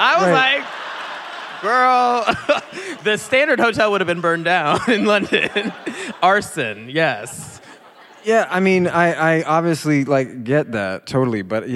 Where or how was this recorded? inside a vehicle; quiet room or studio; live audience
live audience